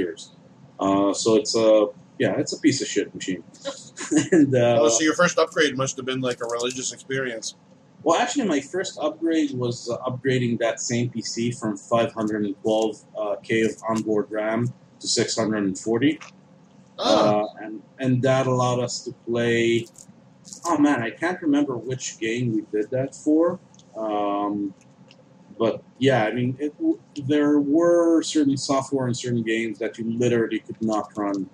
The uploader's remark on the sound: Apologies if the sound quality isn’t up to snuff